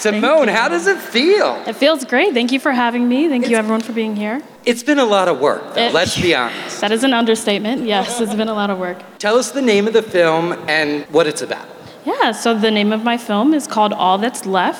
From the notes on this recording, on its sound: Live from BlackStar Film Festival. Live from the Daily Jawn Stage at the Kimmel Cultural Campus.